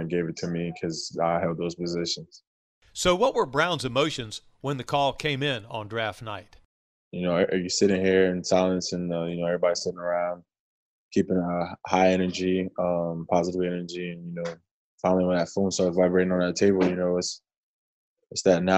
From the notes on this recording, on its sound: Virtual Presser. Talks with the media in a virtual press conference.